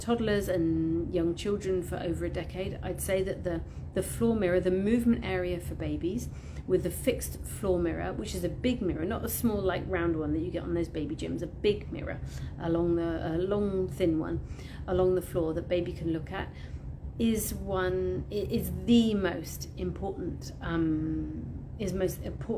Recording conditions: phone or laptop microphone